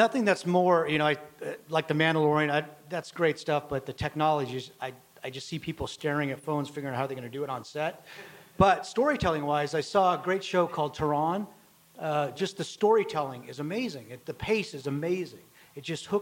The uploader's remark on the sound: This conversation was recorded live at ATX TV Festival Season 12 (June 1-4, 2023) in Austin, TX.